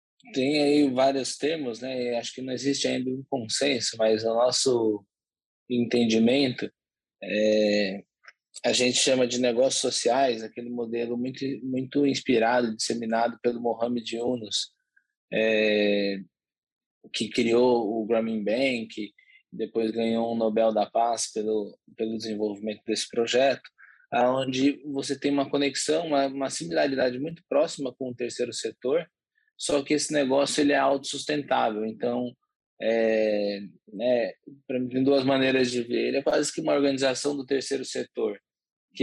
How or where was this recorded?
video call